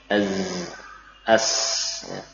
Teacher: Sifat desis yang khas pada huruf-huruf zai, sin, dan sad. · Term: sifat safir